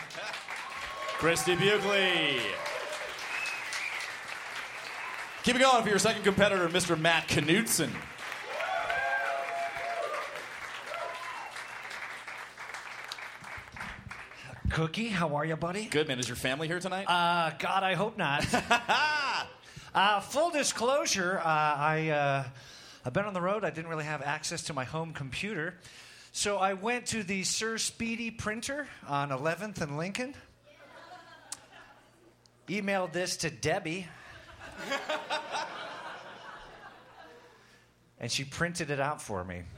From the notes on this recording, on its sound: Recorded August 21, 2014 at the high plains comedy fest in Denver.